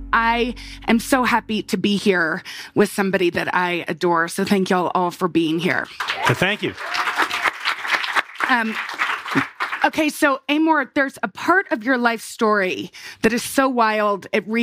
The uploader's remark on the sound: Chat in front of an audience at the Aspen Ideas Festival.